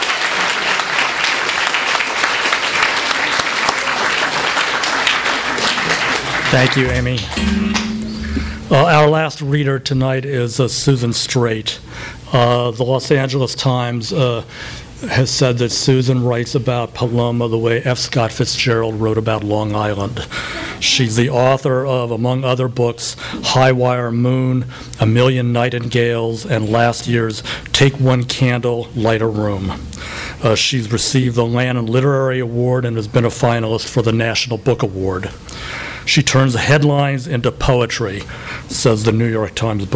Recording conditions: live audience